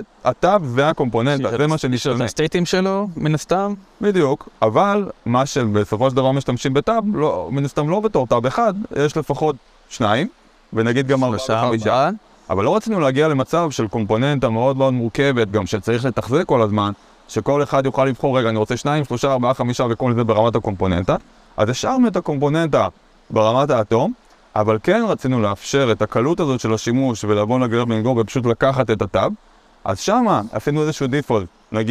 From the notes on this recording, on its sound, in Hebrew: להקלטה מיוחדת ישר מחוף הים